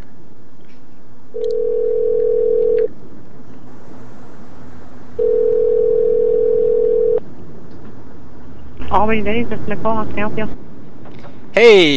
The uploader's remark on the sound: Prank Phone Calls.